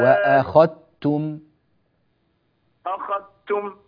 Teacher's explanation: الذال لا يوجد لها أثر قط أبدا، لا بدءا ولا وصلا ولا وقفا. هذه الذال مدغمة تماما في التاء، أخذت من خاء لتاء مباشرة.